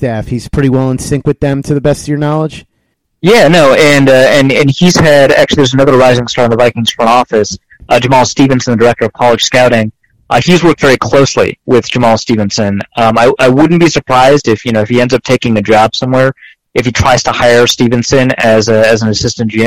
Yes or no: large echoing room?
no